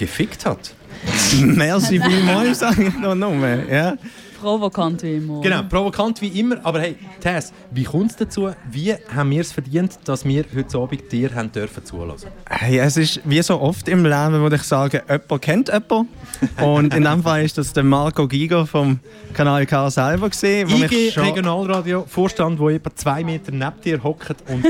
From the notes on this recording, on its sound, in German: Live von der Jahresversammlung. Kanal K.